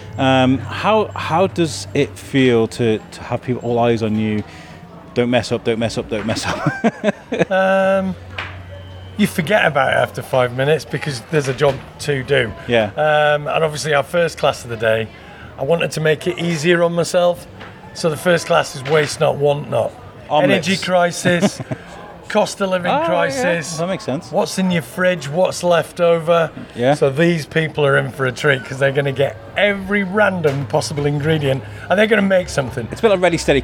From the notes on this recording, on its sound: At Shrewsbury Food Festival 2022. Thousands of people entered The Quarry in Shrewsbury to the beloved festival where food smells filled the air, live music serenaded the masses, TV chefs walked upon the people and a certain podcaster was wondering around shoving his mic in peoples faces. Walked over 2 miles and collected more than 20 pieces of audio featuring some familiar voices and some new ones too. A Biscuit-Run where he hits record and just...walks.